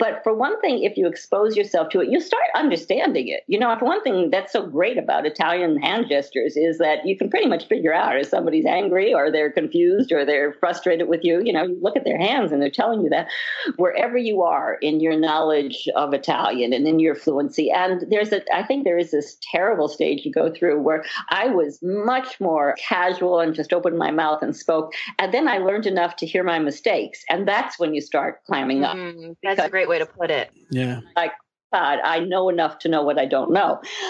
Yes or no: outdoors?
no